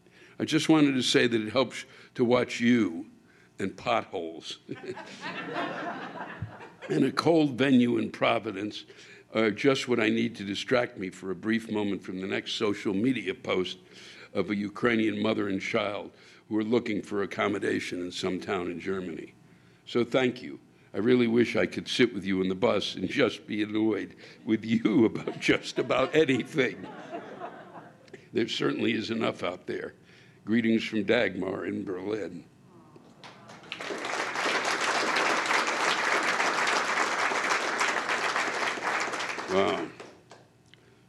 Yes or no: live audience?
yes